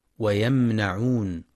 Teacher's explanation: ينتبه القارئ لصفة التوسط في الميم الساكنة من ويمنعون